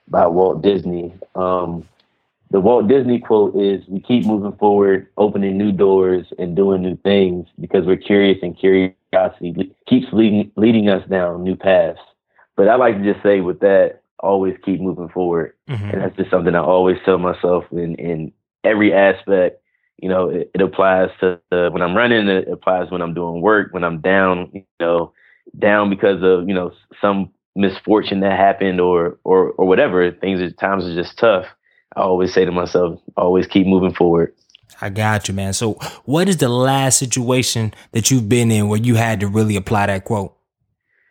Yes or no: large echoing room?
no